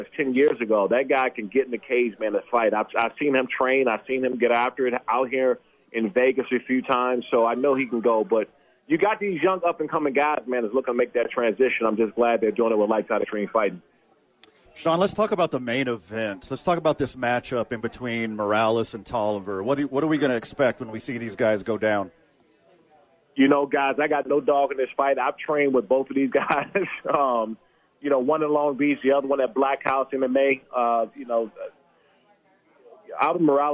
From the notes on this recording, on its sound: Live from HOWIES SPORTS PAGE. They are live from there today for their two fantasy football drafts.